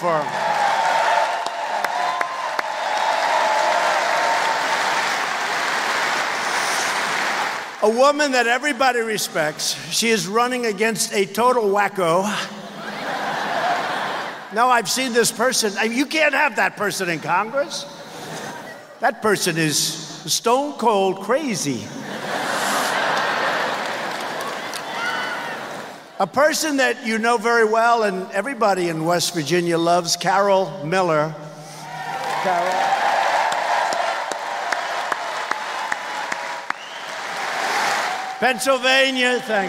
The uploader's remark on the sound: Campaign Rally in Wheeling, West Virginia.